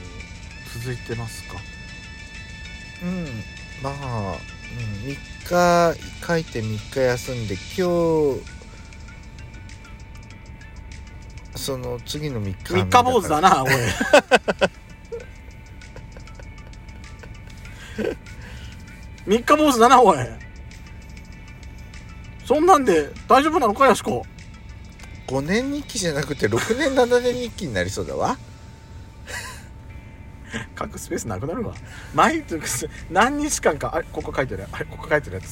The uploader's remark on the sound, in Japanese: パーキング収録。